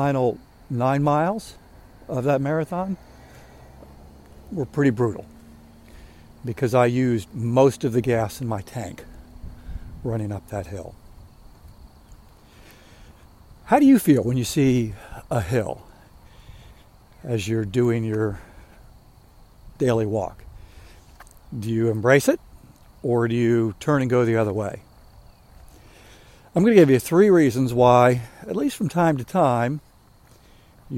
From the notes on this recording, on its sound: During today's ten-minute walk